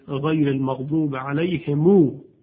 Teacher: یا صله میم جمع در قرائت ابن کثیر معمولا میم جمع صله میشه به واو، علیهم میشود علیهمو